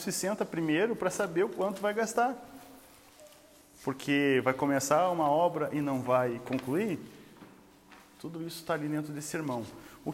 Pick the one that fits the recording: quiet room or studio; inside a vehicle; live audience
live audience